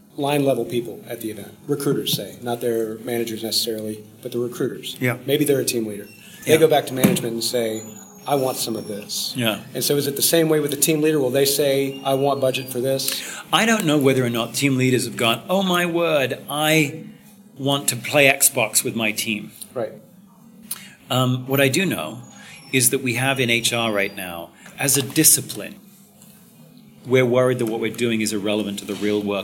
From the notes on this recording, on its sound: at the 2015 SHRM annual conference